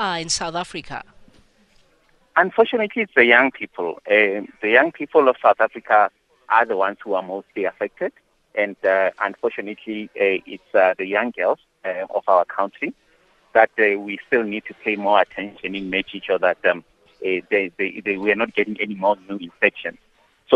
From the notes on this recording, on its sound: we are joined on the line